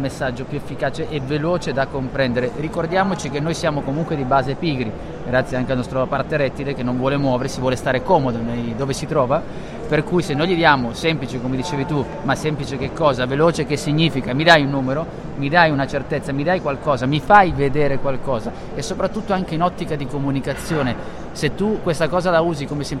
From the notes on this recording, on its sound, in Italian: Puntata live direttamente dallo Smau di Milano